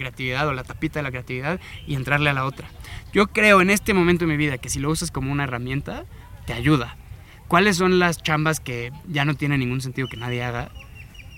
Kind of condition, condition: setting, outdoors